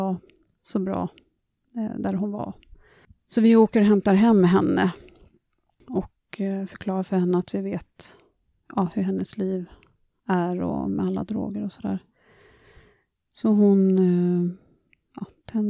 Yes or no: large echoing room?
no